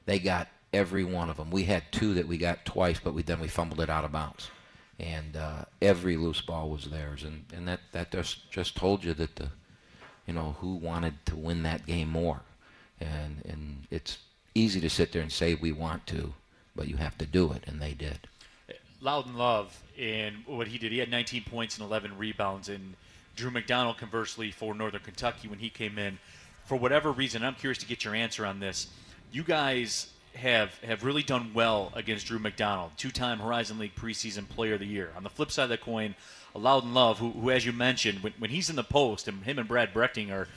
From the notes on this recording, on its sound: live from RJ's Pub in Rochester Hills